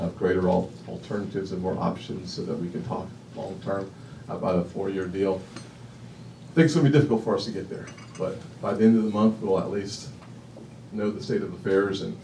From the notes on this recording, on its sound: WASHINGTON, DC. Appeared before a lunch meeting of The Ripon Society.